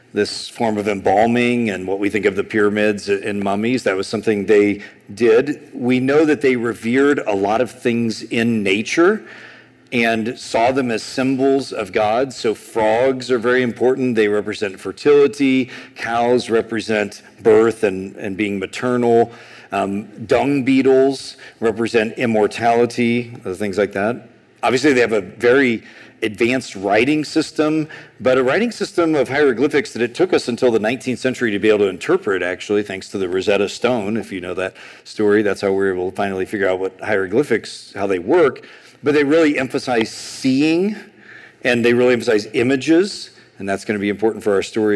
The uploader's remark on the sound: A sermon on Exodus 6:28-7:13 preached at Sojourn East in July 2023.